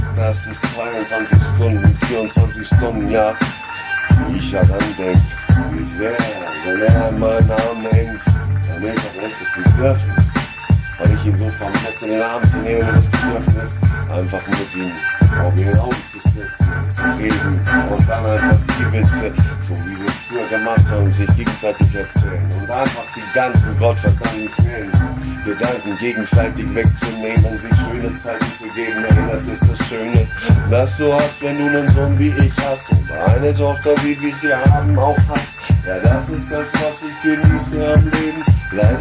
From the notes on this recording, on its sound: Freestyle session...Just beats and me. Quality is not best, because I only got beats from loudspeakers and record it with my mobile.